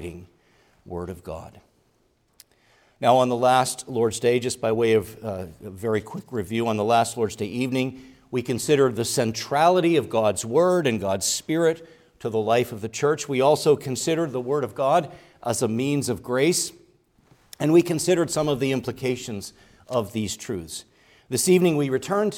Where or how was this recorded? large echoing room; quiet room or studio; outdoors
large echoing room